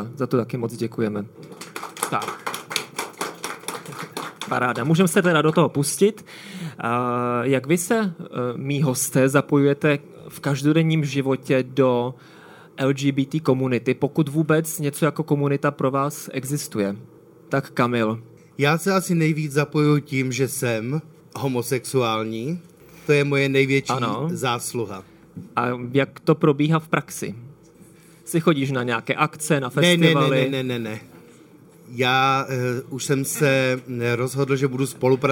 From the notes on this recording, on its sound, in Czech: Záložka se opět vydala do terénu, tentokrát na festival Prague Pride.